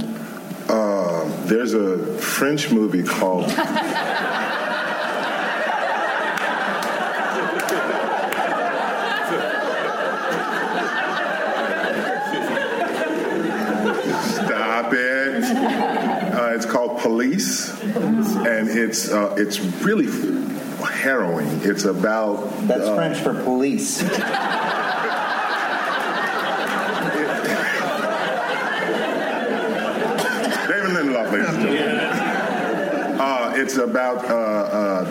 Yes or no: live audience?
yes